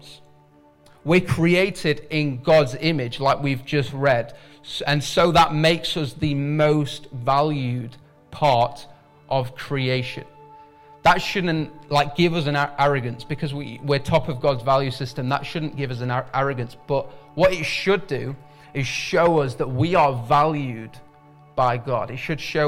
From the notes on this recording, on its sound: IKON Church. Recorded at the Chesterfield Campus this is the message from the service broadcast.